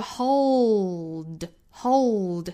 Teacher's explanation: 舌尖去碰上齿龈的根部然后停留在那儿不弹下来 · Term: 舌侧音